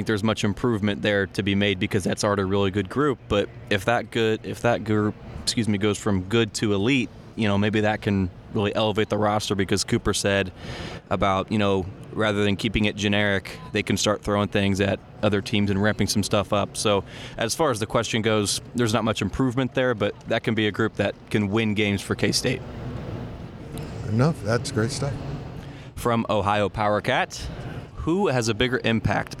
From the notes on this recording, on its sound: The annual Big 12 Media Days event in Arlington, Texas, and the Powercat Podcast crew is inside AT&T Stadium with the latest.